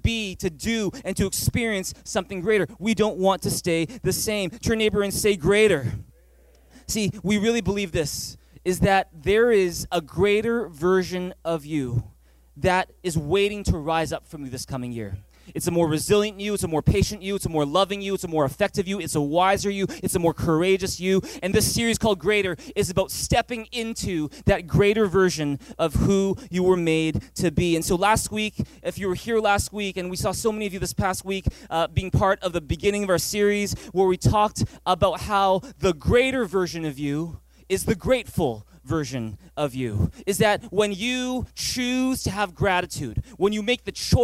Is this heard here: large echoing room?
yes